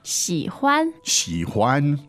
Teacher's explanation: the tones on 喜欢 are Third and neutral